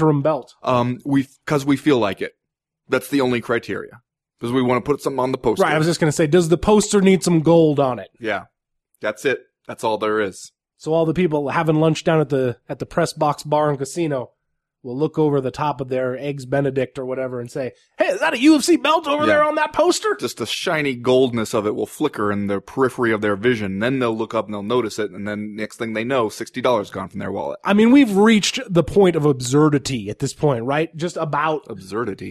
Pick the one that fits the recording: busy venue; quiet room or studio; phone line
quiet room or studio